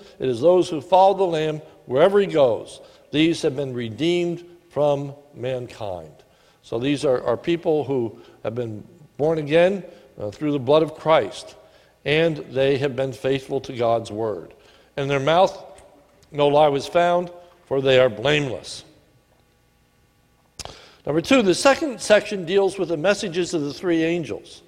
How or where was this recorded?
large echoing room